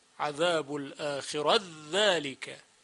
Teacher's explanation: ادغام حرف ت در ذل